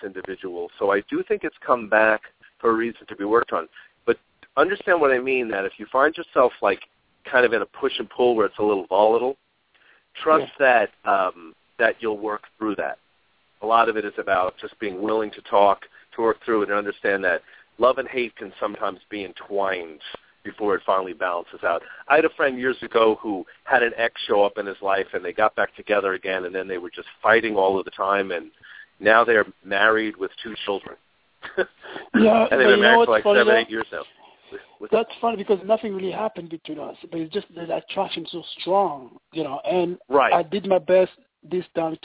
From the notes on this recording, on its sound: We will also open the phone lines today about halfway through the 45 minute show.